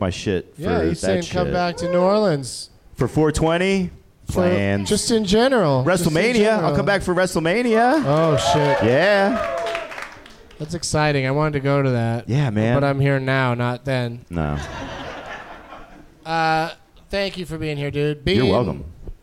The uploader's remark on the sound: Live from Cafe Istanbul in New Orleans